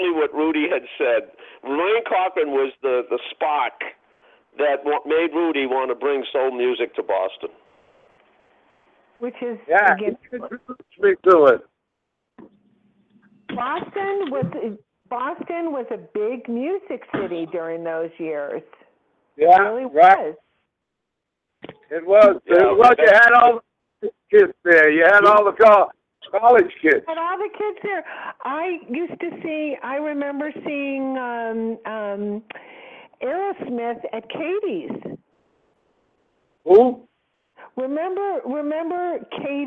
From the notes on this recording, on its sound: surprise guests are expected to call